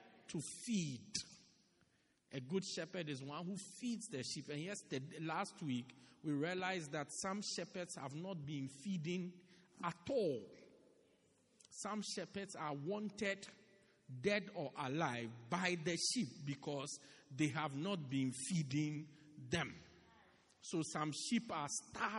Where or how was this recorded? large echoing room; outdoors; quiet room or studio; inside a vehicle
large echoing room